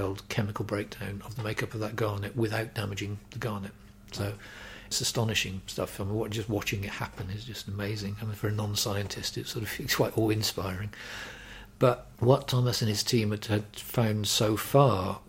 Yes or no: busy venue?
no